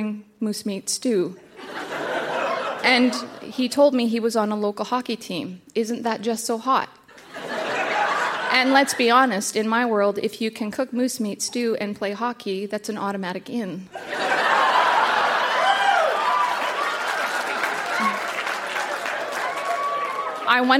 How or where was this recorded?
live audience